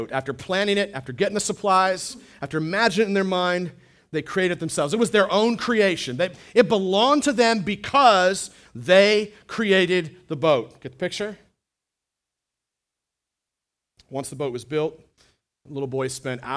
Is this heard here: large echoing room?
yes